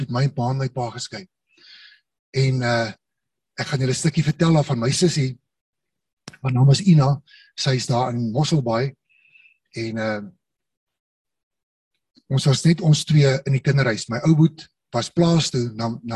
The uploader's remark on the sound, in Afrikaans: Manne van die Woord Zoom Byeenkoms 29 Maart 2022